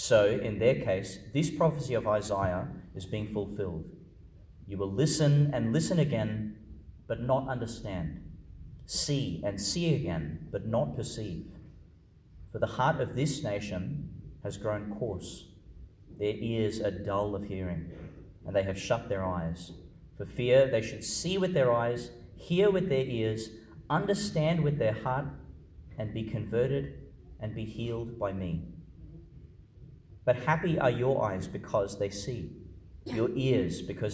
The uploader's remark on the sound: Homily for the Fifteenth Sunday in Ordinary Time, delivered in Our Lady Star of the Sea, Gladstone, Qld.